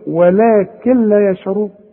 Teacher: كل نون ساكنه بعدها لام ما بننطقش النون